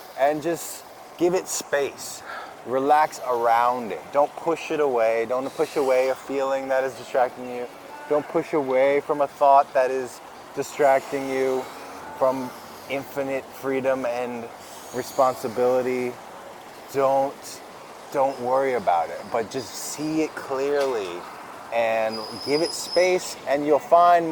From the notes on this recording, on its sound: recorded this on Tour in Fredericton in front of their City Hall